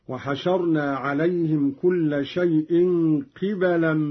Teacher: قرأ قالون بكسر القاف وفتح الباء